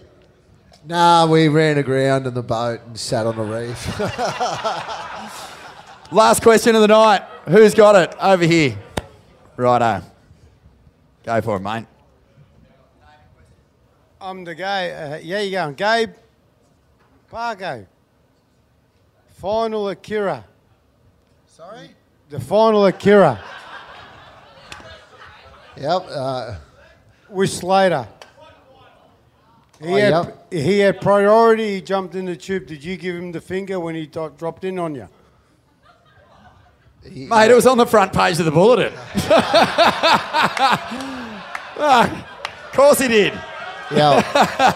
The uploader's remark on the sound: Live at the Cooly Hotel!